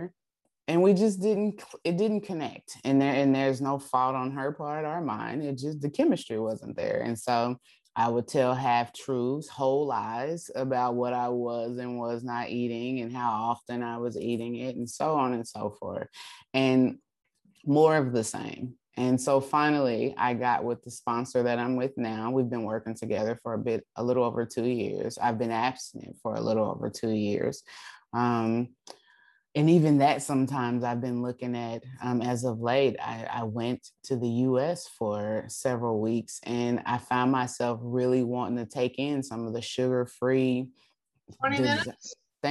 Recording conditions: video call